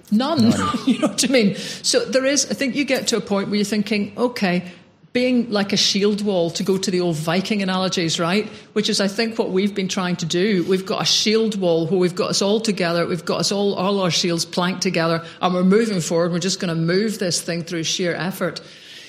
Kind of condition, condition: setting, live audience